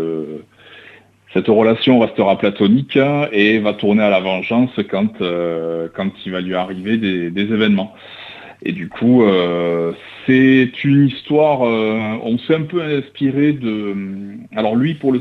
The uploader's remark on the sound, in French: reçoit par téléphone le dessinateur